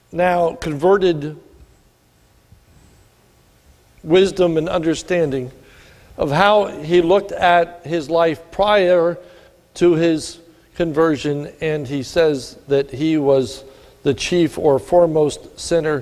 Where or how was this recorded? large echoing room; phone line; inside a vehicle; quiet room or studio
large echoing room